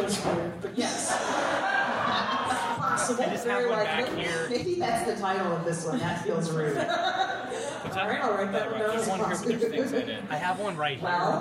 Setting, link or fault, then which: setting, live audience